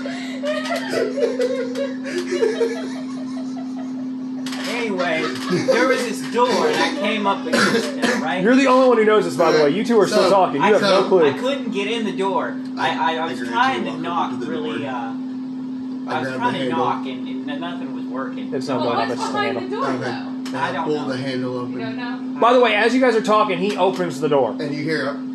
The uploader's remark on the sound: Please excuse the buzzing our setup was charging during our session our better sound quality will return next week.